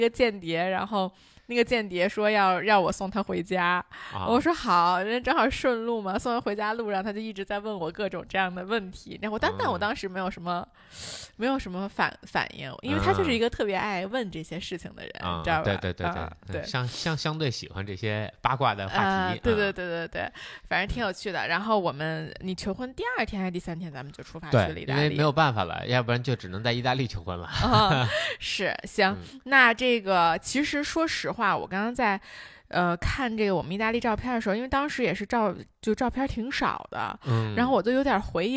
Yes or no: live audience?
no